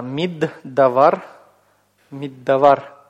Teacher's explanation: Первый вариант удвоения – это у нас компенсаторное удвоение на месте выпавшей согласной.